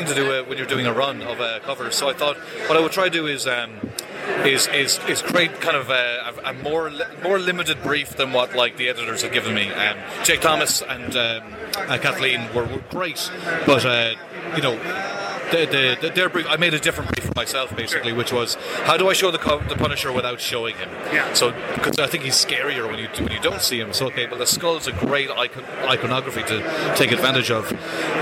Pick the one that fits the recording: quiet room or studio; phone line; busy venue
busy venue